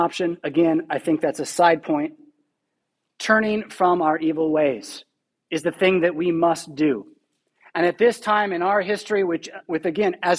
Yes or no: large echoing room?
yes